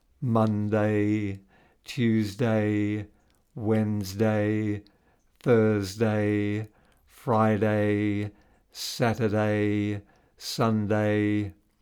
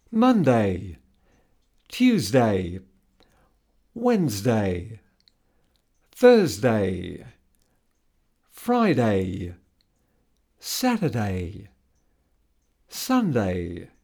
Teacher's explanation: aiming for a higher tone on the first syllable and a lower tone on the last · Shown in: second take